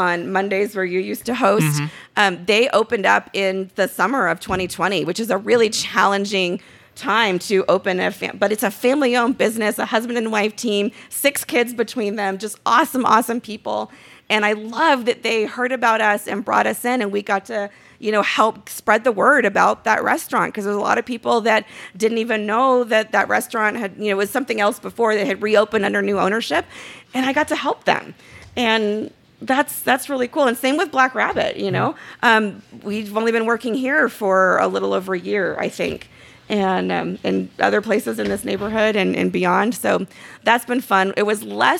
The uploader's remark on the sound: This episode of Renoites was recorded in front of a live audience at Black Rabbit Mead Company in Reno, Nevada.